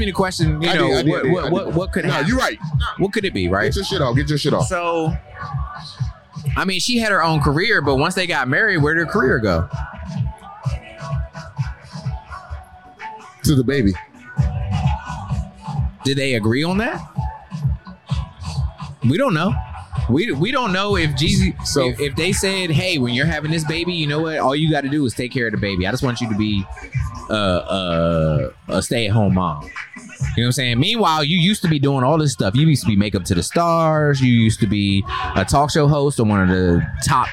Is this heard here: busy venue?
yes